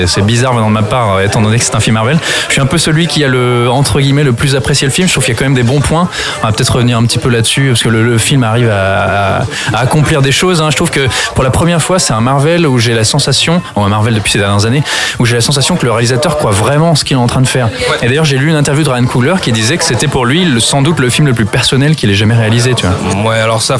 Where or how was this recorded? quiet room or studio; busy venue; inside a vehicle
busy venue